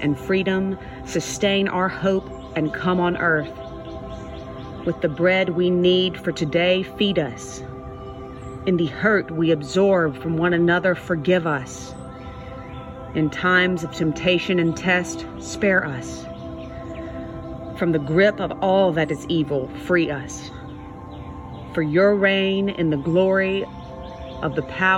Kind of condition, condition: setting, large echoing room